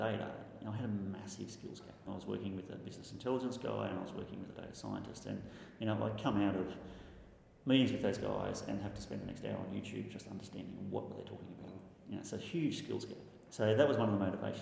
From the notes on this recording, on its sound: The episode was recorded on the second day of last week’s Modern Manufacturing Expo